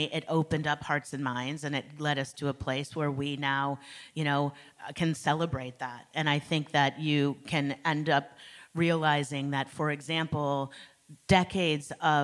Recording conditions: live audience